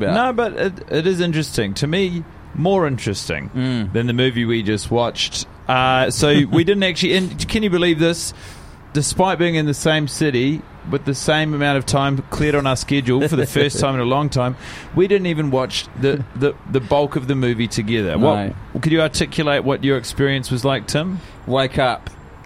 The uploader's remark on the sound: The boiz are together in Melbourne and recording on a balcony 34 floors in the air.